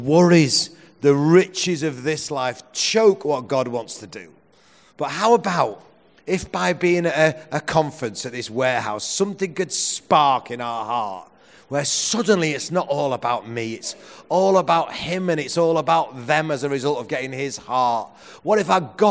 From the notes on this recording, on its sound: Presented as a seminar at the Message Conference 2017, recorded at Victoria Warehouse on 18 November.